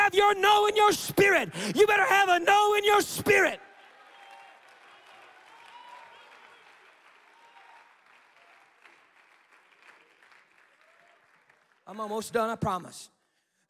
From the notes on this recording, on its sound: Takes the stage at the National Menistry Conference, captivating the audience.